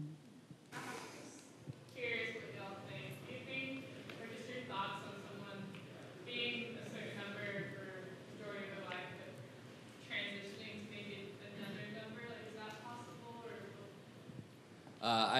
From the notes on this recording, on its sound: These episodes contain some of the live audio from that event.